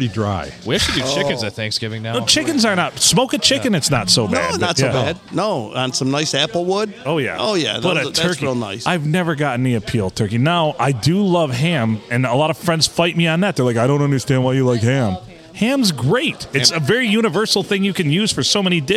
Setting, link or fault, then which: setting, busy venue